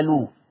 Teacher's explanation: النقل إن أنا هنقل ضمة الهمزة إلى اللام الساكنة قبلها، فتبقى ألو. · Term: حكم النقل